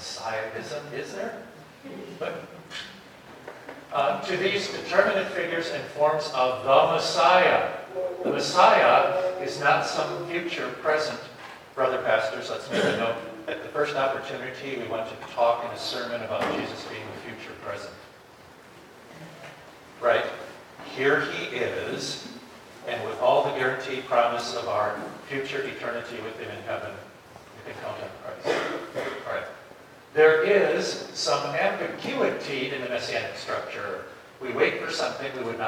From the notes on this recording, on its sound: This episode is a recording of Plenary Session III from Wittenberg Academy's Family Retreat.